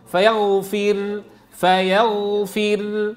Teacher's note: طيب عند الوقف عليها بالروم فيغفر رو رو رو رو، راء مفخمة. طيب عند الوقف عليها بالسكون المحض تكون مرققة